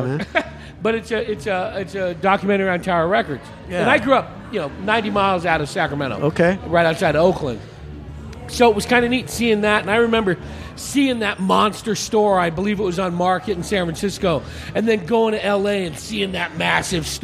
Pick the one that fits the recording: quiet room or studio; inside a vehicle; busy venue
busy venue